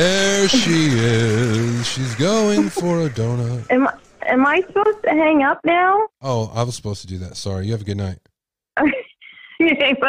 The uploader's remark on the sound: Idaho 4 Murders Call in Show.